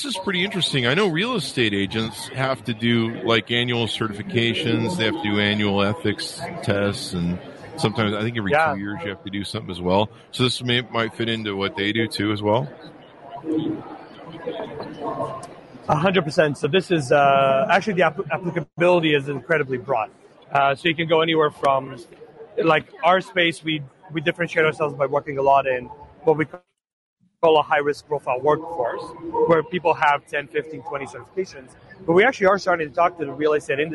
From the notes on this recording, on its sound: Interview At Collision Conference 2022